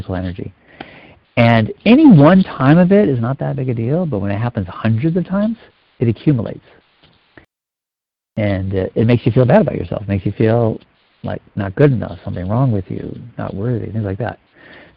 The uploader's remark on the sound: Finding Love Live Q&A Calls.